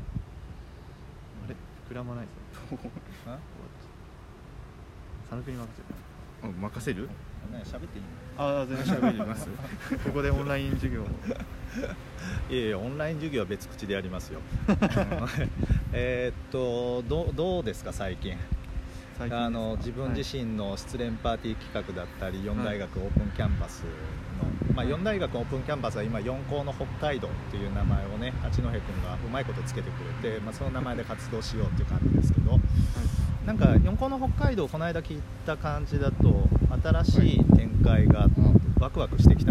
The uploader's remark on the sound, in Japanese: 風の音で一部音声が聞き取りにくくなっている為BGMを切っております。Anchor←このアプリで収録してます。